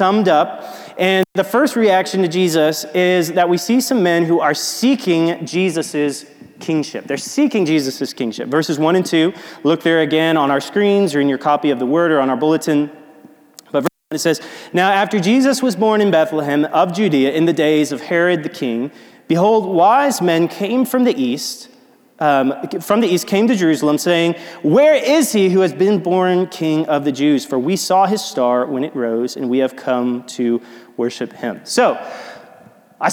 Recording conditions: large echoing room